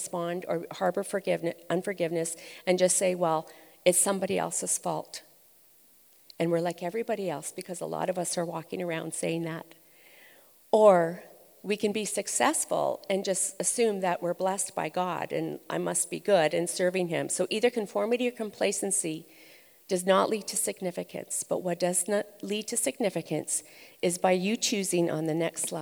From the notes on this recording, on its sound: Recorded live at ONE Conference’s Gather Women Masterclass in Edmonton Alberta.